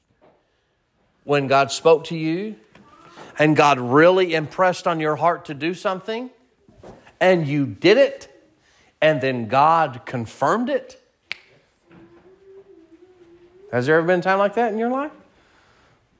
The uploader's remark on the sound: Sermon preached at Mid County Baptist Church